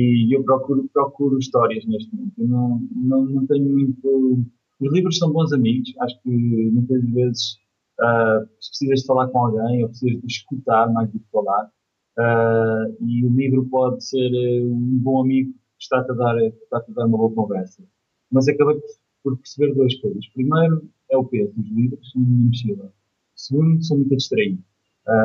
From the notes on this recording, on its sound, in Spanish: Entrevista Skype. Combinámos logo na altura uma entrevista Skype uma vez que ele está em Hong Kong.